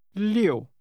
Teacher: Say again, 6, using a falling tone.